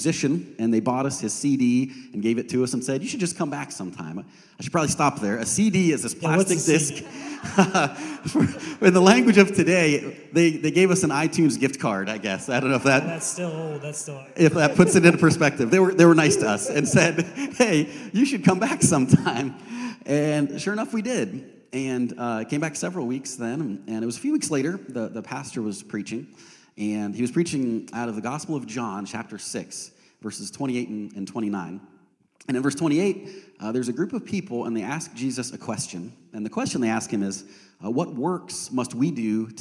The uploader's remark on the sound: We have a panel of people from all walks of life. This message was preached on March 12, 2023 at FIVE39 Church.